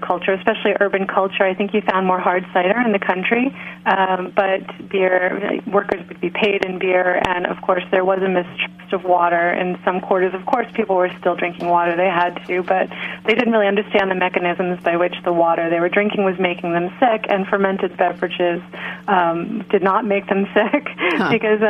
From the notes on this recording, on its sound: via phone